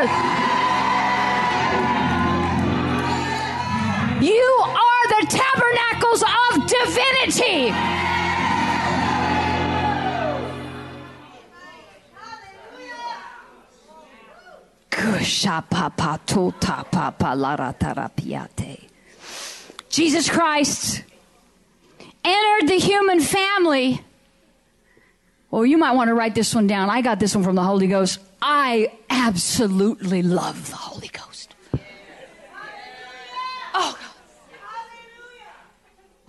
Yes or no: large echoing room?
yes